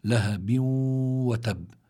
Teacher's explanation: هل الحرف الذي جاء بعد التنوين هو الواو، والواو من حروف يرملون، يعني وهو من ويرملون هي حروف الإدغام، فإذا هذا بيكون عندنا بهالحالة هيدي التنوين أتى بعده واو، يدغم التنوين بهذه الواو إدغاما غير مستكمل التشديد مع بقاء الغنة، فبيكون عندنا إدغام مع الغنة.